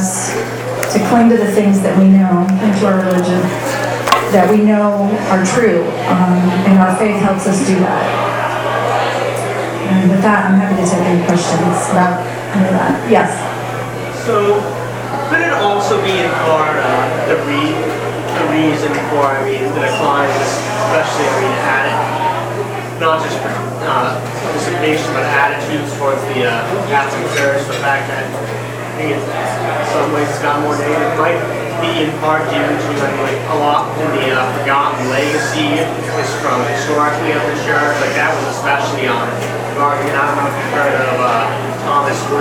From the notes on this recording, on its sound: Arlington TOT is held on the 2nd Monday of each month at O'Sullivan's Irish Pub located at 3207 Washington Blvd., in Arlington, VA.